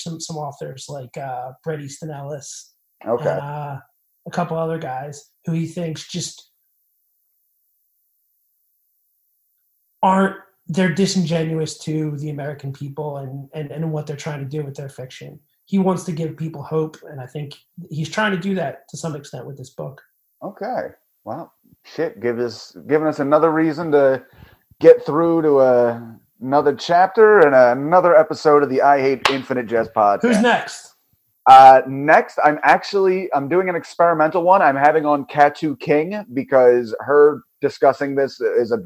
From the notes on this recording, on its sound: Had some recording issues with this one, did my best to make the mix listenable